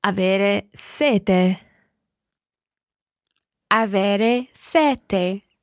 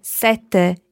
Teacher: It's very similar, but number seven is double T, sete, and sete meaning thirst is single T. So when you say thirst, you can have a very long E, sete, while when you say number seven, sete, you need to be very short on your E to allow a very long T sound · Term: double consonants